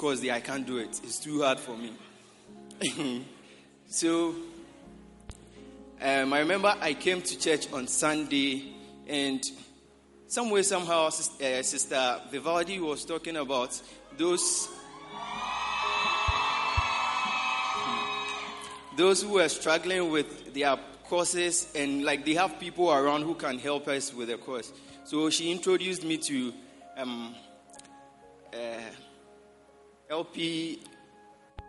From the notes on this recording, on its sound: Preached at the Prophetic Encounter Service.